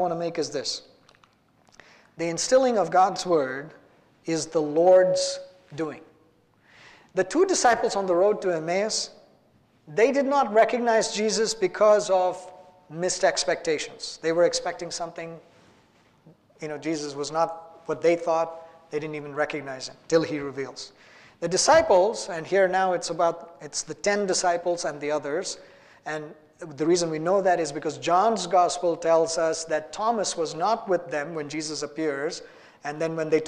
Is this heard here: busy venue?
no